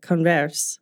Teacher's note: the stress syllable for us is on the ver syllable, not the con.